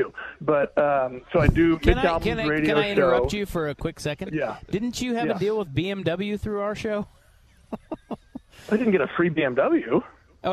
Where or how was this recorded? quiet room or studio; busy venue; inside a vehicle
busy venue